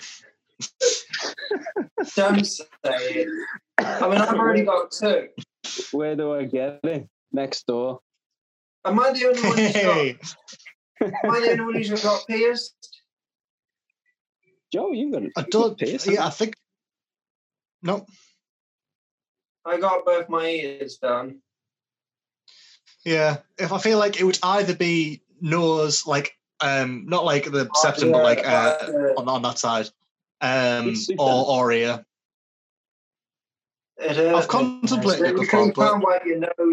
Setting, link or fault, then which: fault, poor sound quality